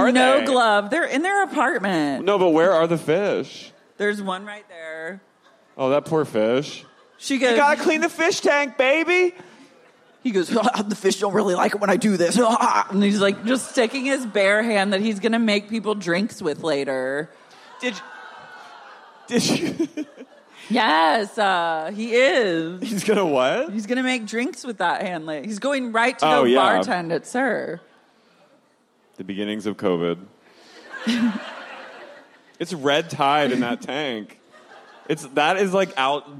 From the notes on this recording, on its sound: LIVE at Neumos.